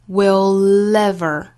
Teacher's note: Will 和 ever 之间连读同样带出舌侧音的 l 这个音